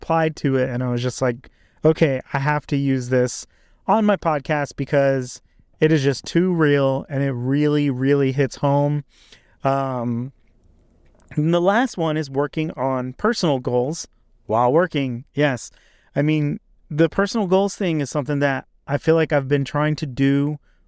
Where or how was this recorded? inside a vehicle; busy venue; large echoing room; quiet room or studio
inside a vehicle